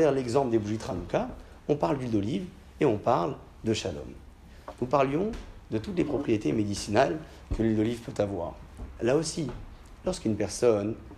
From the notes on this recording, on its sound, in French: Conférence pour les femmes, donnée à Alfortville